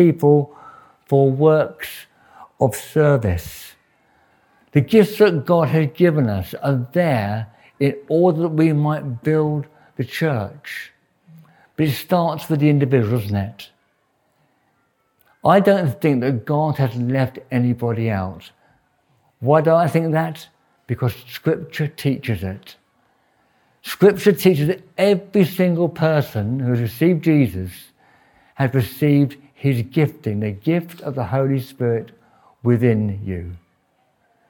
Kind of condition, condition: setting, large echoing room